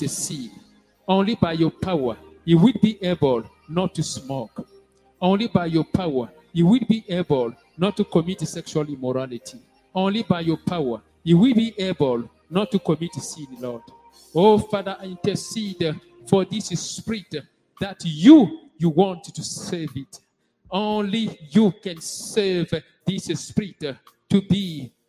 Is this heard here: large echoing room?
yes